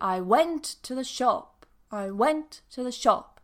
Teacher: So went and shop are stressed and the others are weak.